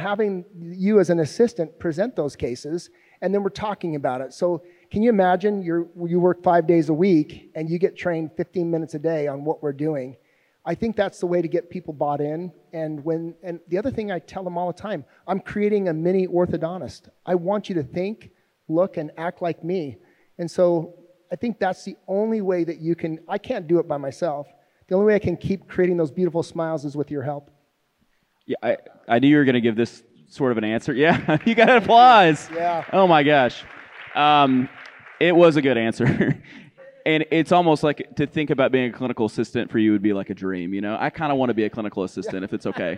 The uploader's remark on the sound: Filmed in front of a live audience at the MOPC 2022.